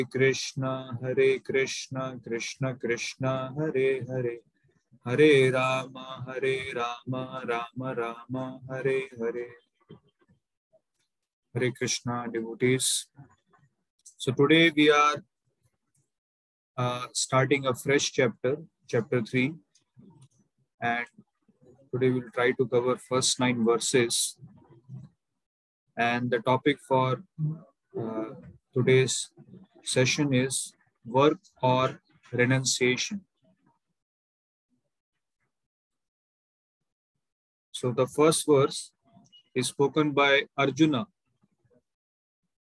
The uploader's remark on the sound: Zoom recorded class. HKM, Mumbai.